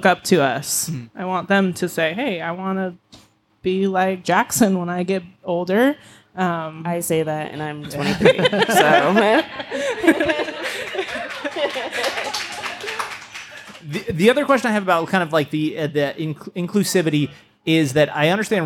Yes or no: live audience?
yes